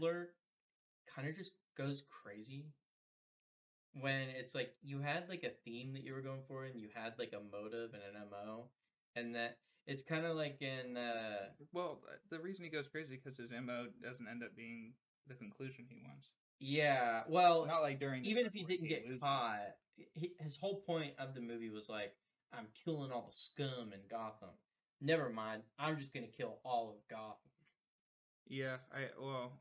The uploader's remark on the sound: We don't have a lot of experience editing or recording a podcast, so you may have to be patient on the quality to reach 100%. Elden Ring is the background gameplay for this one because we didn't record any fallout this week!